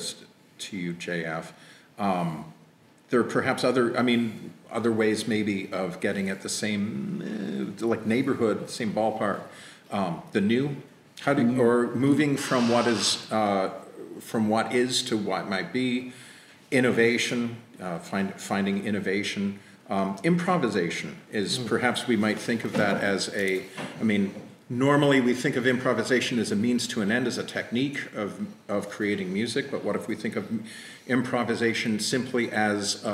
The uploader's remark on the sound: Live at the Diverse Intelligences Summer Institute